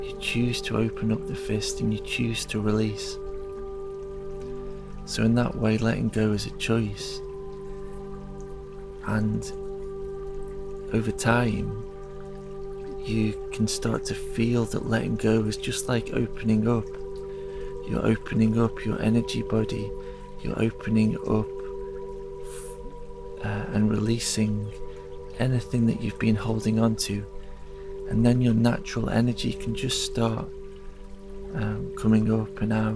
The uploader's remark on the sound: It's recorded in the forest, so you will hear the sounds of nature. The soundtrack contains sound healing.